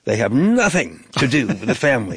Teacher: placing heavy emphasis on the first syllable of nothing